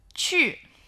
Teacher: 七后面这个乌啊，其实发的是鱼的音